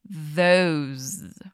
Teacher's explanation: que é um som de Z com a língua entre os dentes. Those. Se ainda sentiu dificuldade na pronúncia, aproveita para ouvir esse episódio de novo.